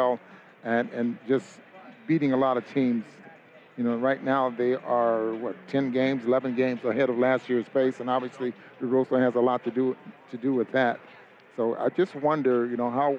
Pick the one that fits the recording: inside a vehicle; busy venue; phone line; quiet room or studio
busy venue